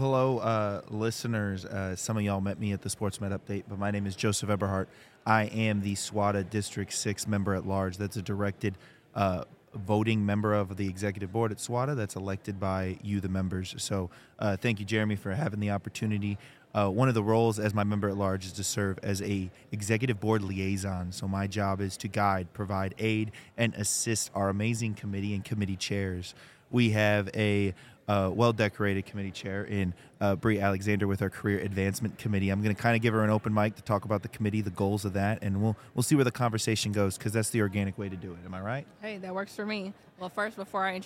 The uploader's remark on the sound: live at SWATA 2023